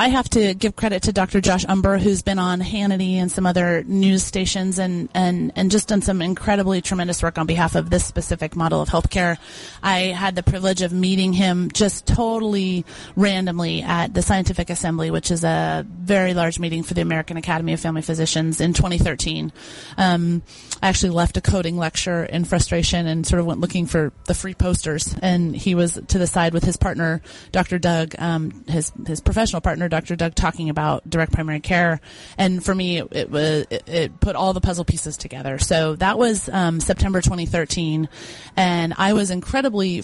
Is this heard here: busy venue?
yes